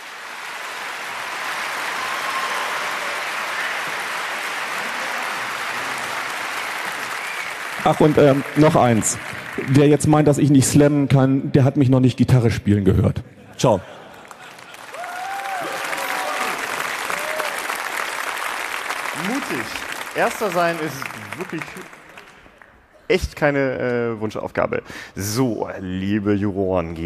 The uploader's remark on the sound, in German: Chaos Communication Slam (35c3). Hierbei geht es um einen Wettkampf bei dem selbstgeschriebene Texte live vorgetragen werden. Stimmt das Publikum zusammen über die besten Beiträge ab.